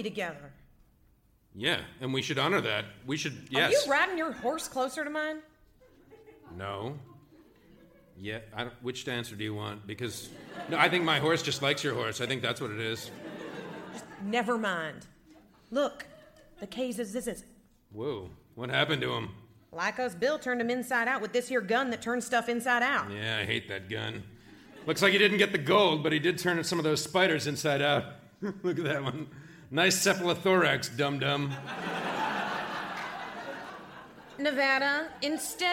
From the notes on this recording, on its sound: Recorded Live 11/6/2010 at Largo, Los Angeles.